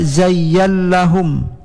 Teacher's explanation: zayyallahum tidak dinunkan di idgham, idgham ke dalam lam